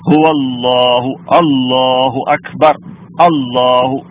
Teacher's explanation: അള്ളാഹു എന്ന് നമ്മൾ തഫ്ഹീമാക്കി കനപ്പിച്ച് തന്നെയാണ് പറയാറുള്ളത്